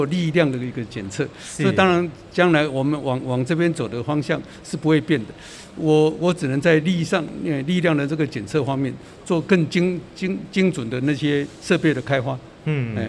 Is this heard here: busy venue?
yes